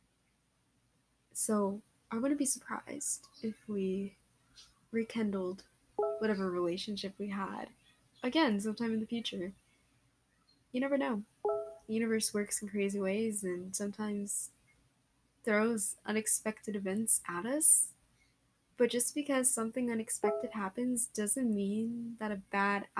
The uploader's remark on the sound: u can hear the mic moving AND NEAR THE END MY LAPTOP KEEPS GETTING NOTIFS